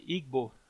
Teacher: Que eu falei errado, porque tem uma coarticulação que eu acho muito louca, porque ela é muito diferente pra gente, que é uma coarticulação entre o lábio e lá atrás o véu, né, o véu palatino · é como se você fizesse ao mesmo tempo o som do B e o som do G. As duas coisas estão fechando.